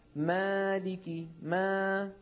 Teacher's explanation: أنا لما أقول القاف وفتحتها خرج الصوت مفخما امتلأ به الفم، فإذا قلت قال قال بيكون الصوت عم يتعدل، لكن لو قلت قال قا تكون الألف عبارة عن امتداد ومط لصوت القاف المفتوحة. مالك ما هذه الألف ما هي إلا امتداد لصوت الميم المفتوحة